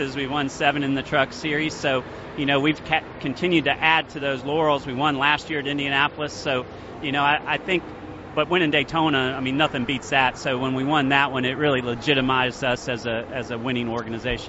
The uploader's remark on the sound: live at the Daytona International Speedway